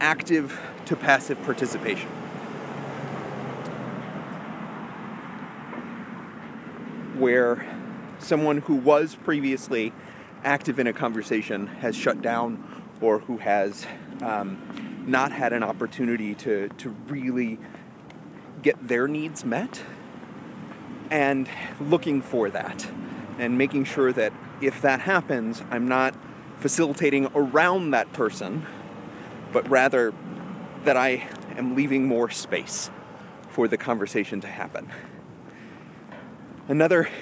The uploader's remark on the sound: A live walk and talk vlog.